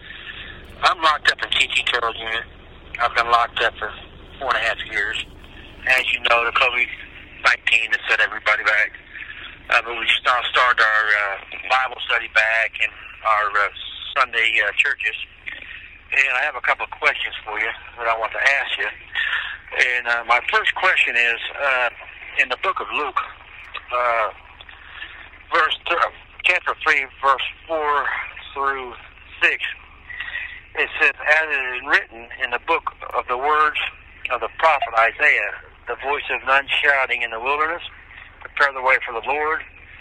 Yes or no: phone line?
yes